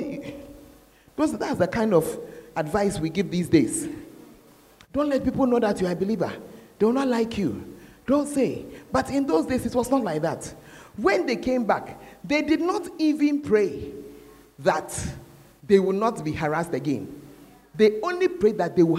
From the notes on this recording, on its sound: Preached at the Fountain of Life Cathedral, Ayeduase